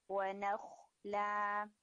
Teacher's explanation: یعنی خ جو ہے وہ ہیوی ہو اور لام بالکل لائٹ ہو